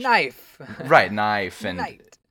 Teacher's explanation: Because whenever there's a K and an N, you just, like, the K is silent in the English language.